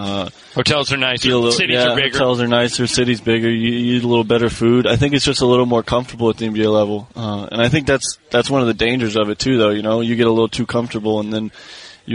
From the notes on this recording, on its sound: live from Lakers' Media Day